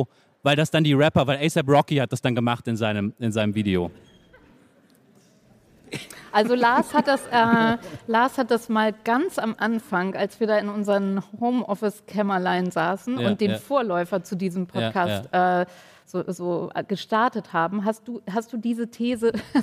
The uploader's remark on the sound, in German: Mit Livepublikum im Saal, beim Podcast-Festival von ZEIT ONLINE. Weil der so viel Spaß macht, spielen wir diesmal in Überlänge, und das mit Livepublikum im Saal, beim Podcast-Festival von ZEIT ONLINE .